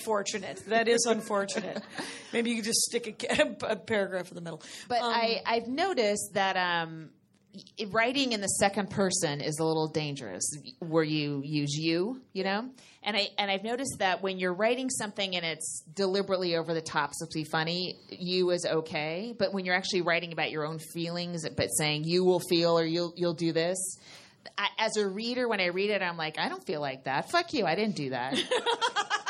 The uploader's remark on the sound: at Flappers comedy club in Burbank, California for their fist ever live show!